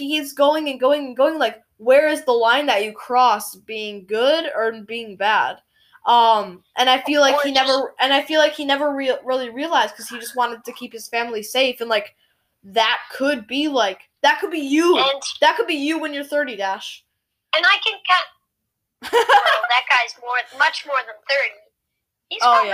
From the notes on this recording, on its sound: Sorry if there is any bad audio!